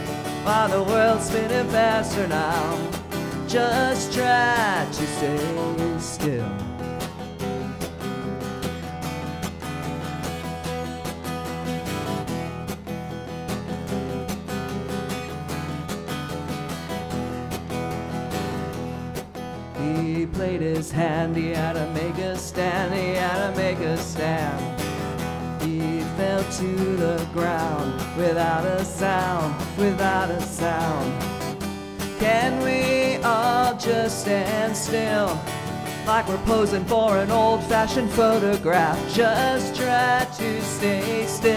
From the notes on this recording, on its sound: Recorded LIVE in front of a studio audience inside the Monarch Building in the heart of Ogden's Nine Rails Arts District.